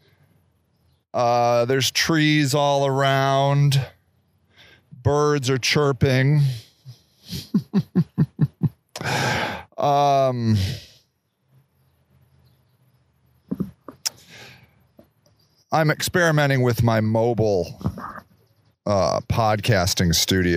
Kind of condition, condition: setting, outdoors